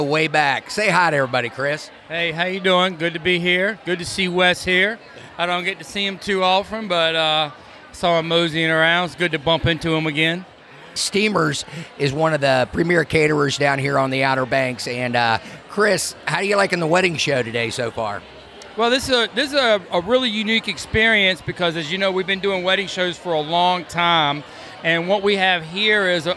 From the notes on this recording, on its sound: Recorded live at the Outer Banks Wedding Expo!